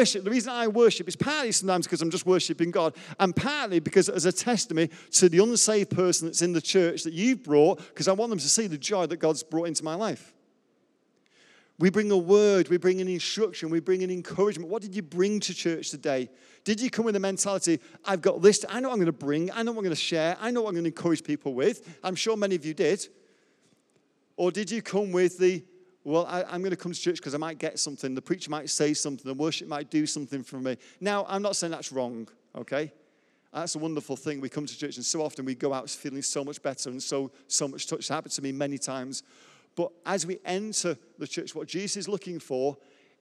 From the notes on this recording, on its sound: Recorded live at Life Church Lancashire.